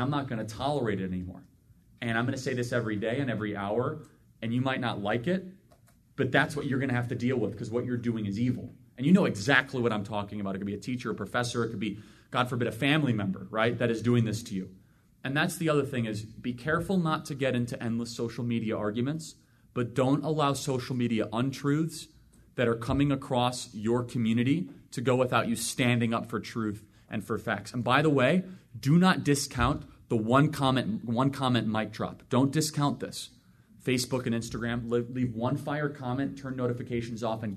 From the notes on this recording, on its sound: takes questions LIVE from the frontline campus patriots themselves at Turning Point USA’s annual Chapter Leadership Summit in Phoenix, Arizona